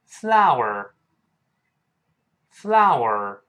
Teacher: Flower 先发啊嗷啊哦儿这么一个声音